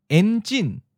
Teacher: En is in the ninth tone, and jin is in the second tone, high falling.